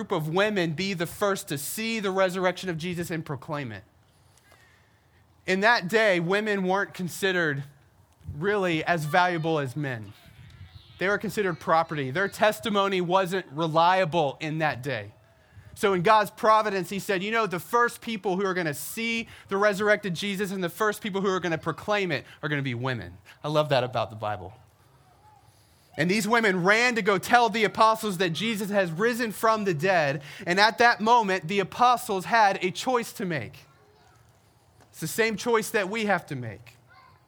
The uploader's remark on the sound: We celebrated our first Easter together by gathering outside on the Herndon Town Green.